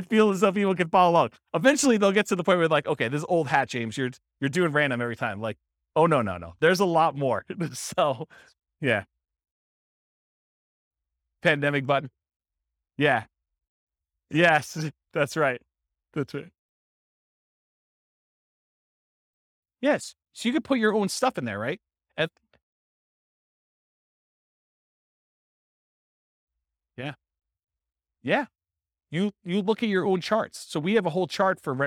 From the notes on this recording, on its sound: This was a live class recorded